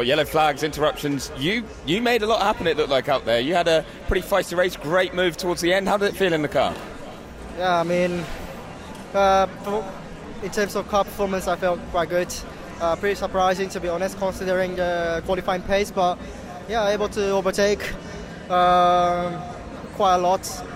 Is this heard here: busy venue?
yes